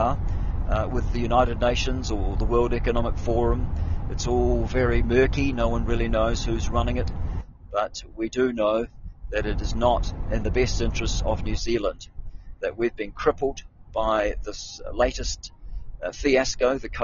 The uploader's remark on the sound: I'm on the move driving